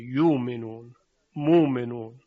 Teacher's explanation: همزه تبدیل به واو شده · Term: ابدال